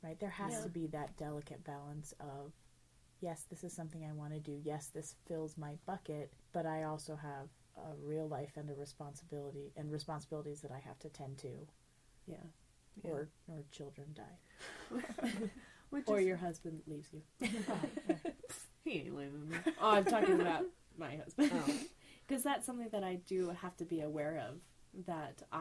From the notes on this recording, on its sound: All three of us were sick during recording, so please excuse coughing, sniffling's, and sneezing's.